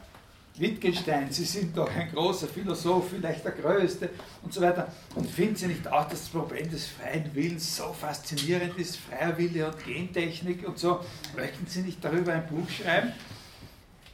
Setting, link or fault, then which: setting, large echoing room